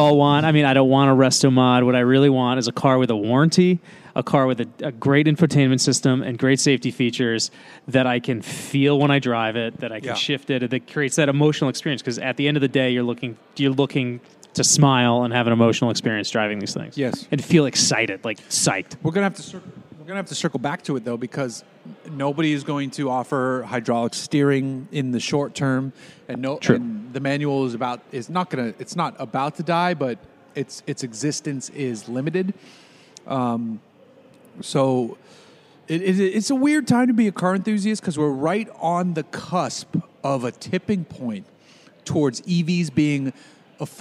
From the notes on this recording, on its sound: We're recording from a brewery - thanks again Four Sons Brewing !